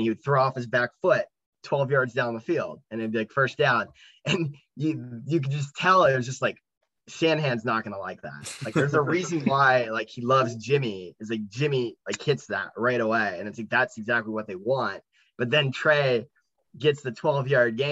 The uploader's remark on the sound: Our last pod on zoom for a while.